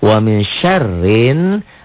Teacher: Alif lam tidak dibaca, disebut juga alif lam samsiah.